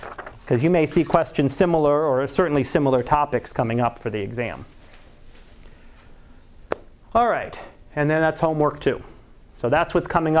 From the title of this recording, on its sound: Live Class Lecture